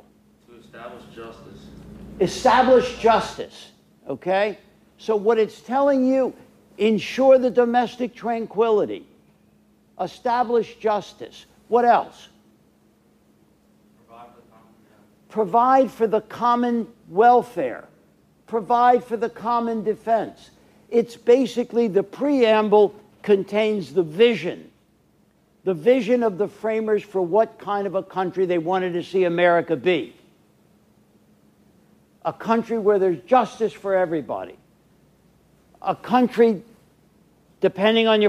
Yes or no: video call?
no